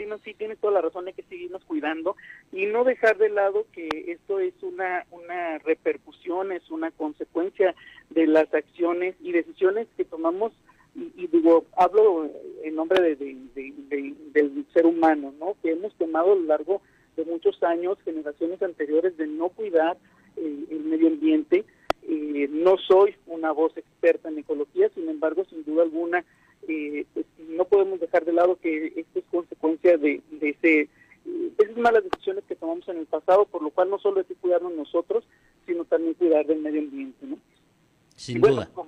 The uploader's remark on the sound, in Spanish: entrevistamos vía telefónica